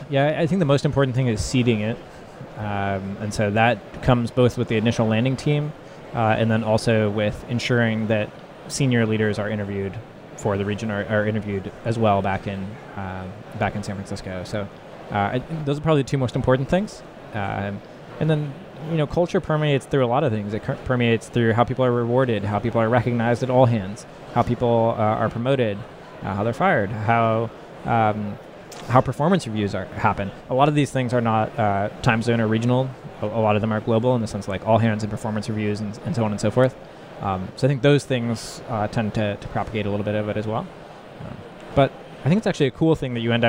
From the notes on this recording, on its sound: live at Slush 2019